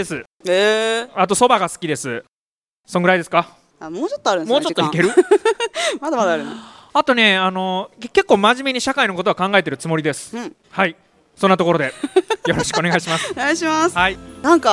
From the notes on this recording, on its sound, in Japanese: 岡山城地下広場にて行われた イベント『OKAYAMA INFLUENCER MEETING』。トークセッションの公開収録の場面をお届けします。